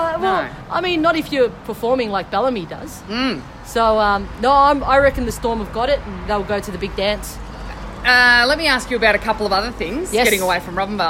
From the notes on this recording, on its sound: outside her office in Mildura